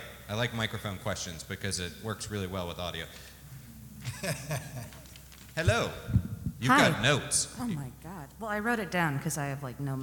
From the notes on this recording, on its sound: Talking Weird Austin at RTX (Live!). It's Talking Strange Live as we take the spookiness on the road to the Rooster Teeth RTX Austin convention. Recorded before a live audience.